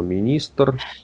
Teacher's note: Между «т» и «р» Есть такой звук, такой пробегающий, для него даже отдельной буквы нету.